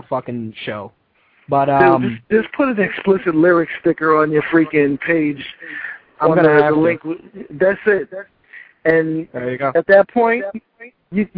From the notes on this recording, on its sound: Call in guest